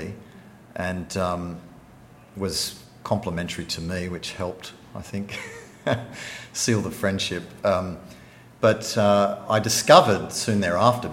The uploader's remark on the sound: Campion College and its Centre for the Study of the Western Tradition (CSWT) had the pleasure of hosting the book launch. An audio recording of the launch.